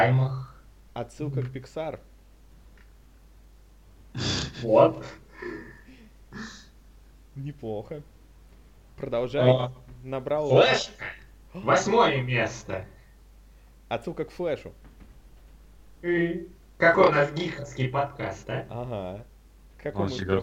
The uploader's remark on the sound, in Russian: Это старый выпуск подкаста, не имеющий чёткого формата, записанный в не очень высоком качестве и являющийся, по сути, просто болтовнёй трёх друзей.